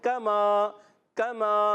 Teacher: ہے کما میم الف زبر ما یہ بھی علی مدہ ہے میم الف زبر ما علی مدہ بن گیا اس کو ایک الف کھینچنا ہے کاف کا زبر نہیں کھینچیں گے